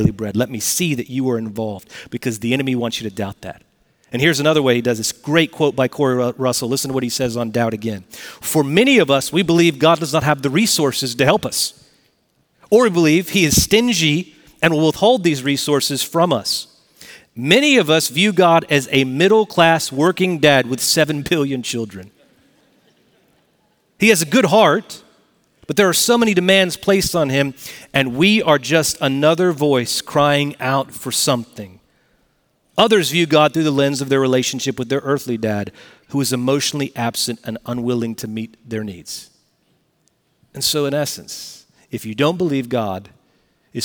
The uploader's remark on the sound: Recorded Live at Brookwood Church on 11.05.2023